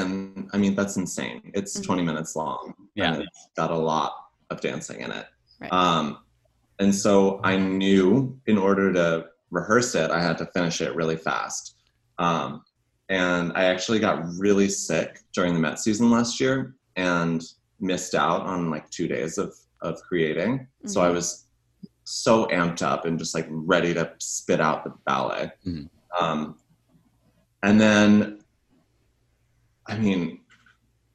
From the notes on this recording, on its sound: Recorded as a part of the 2020 Vail Dance Festival: Digital Edition. Our Zoom chat.